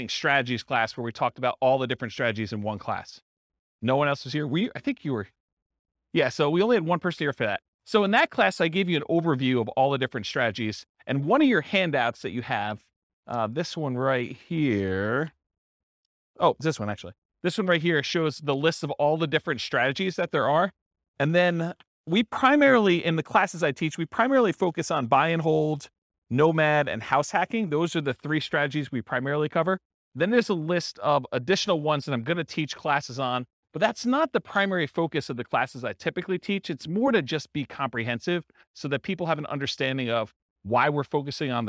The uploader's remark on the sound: This was a live class recorded